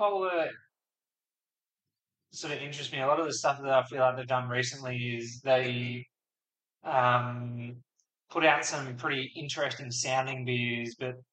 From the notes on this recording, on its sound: Despite a technical fail leaving this episode sounding like it was recorded using tins cans and a piece of string